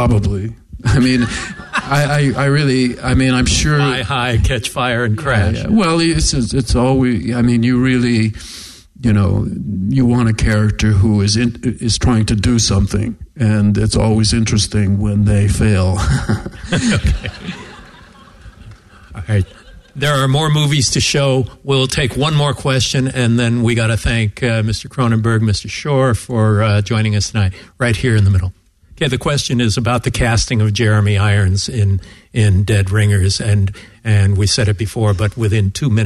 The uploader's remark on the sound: LIVE from Beyond Fest